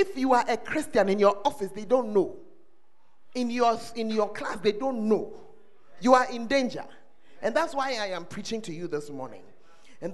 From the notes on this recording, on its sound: Preached At The First Love Center, Ayeduase (The Word Encounter Service)